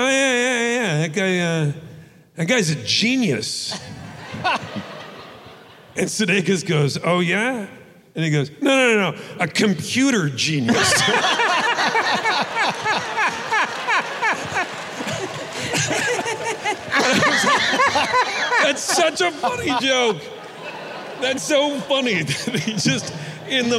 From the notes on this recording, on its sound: Live from the Wiltern Theatre. Takes live voicemails.